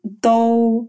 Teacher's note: похож на русский «д», но является глухим.